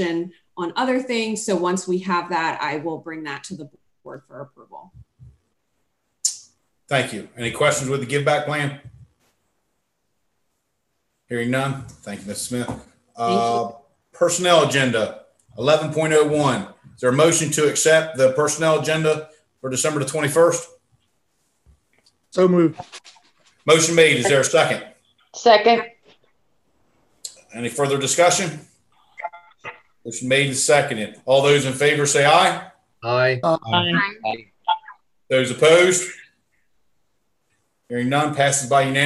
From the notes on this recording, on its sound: An audio recording of the Indian River Board of Education regular monthly meeting. This meeting was conducted online using the Zoom video conferencing platform.